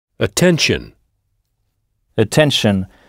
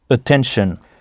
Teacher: écoutez bien le A initial prononcé E